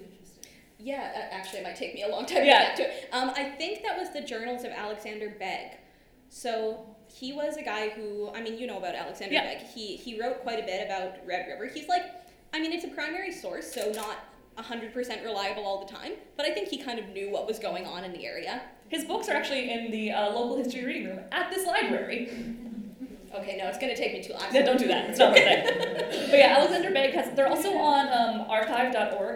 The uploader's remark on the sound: A live podcast recorded on November 8, 2023